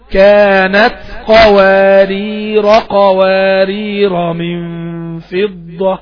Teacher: الكلمة بتاع الكلمة قوارير التانية الألف بتاعتها لا تثبت لعند الوقف ولا عند الوصل